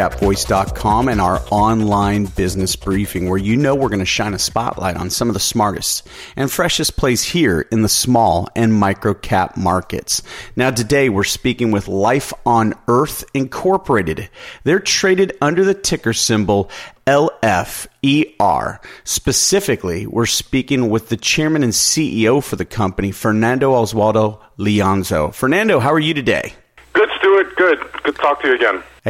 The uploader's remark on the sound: called in to SmallCapVoice.